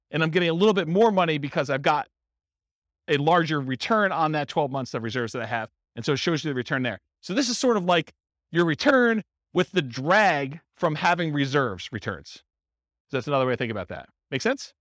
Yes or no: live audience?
yes